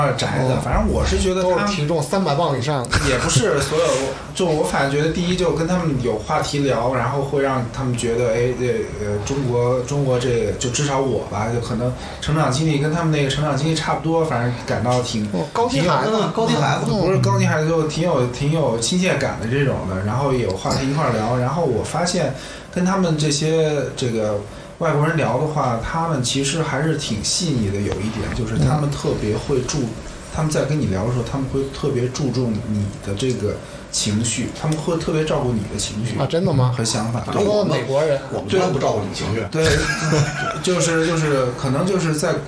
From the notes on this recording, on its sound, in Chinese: 本期节目的录音文件有问题，导致听觉体验相当不佳！对门老外录音离奇消失事件。